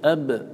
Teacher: والباء تخرج من الشفتين لأنها بتصادم الشفتين